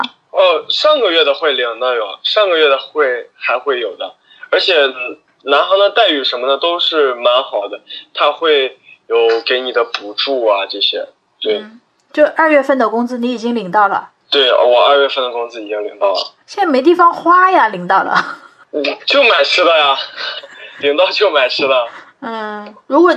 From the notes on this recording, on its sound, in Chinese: 本期【扩音器】通过电话录音完成的，音频质量可能稍微欠缺，尽请谅解